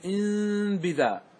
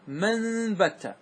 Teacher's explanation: والإقلاب نوعان، قد يكون في كلمة واحدة مثل إن بذا، إن بذا تقلب النون إلى ميم